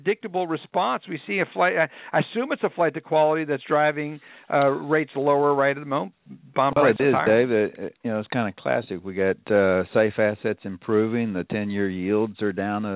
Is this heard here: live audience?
no